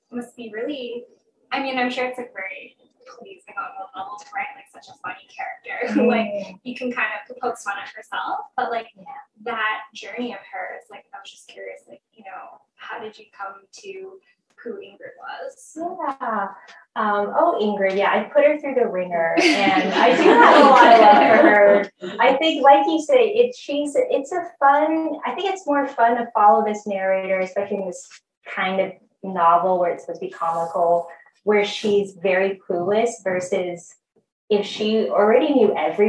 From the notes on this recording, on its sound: Despite some technical difficulties, this golden conversation was a triumphant return to our beloved and well-missed in-store events programming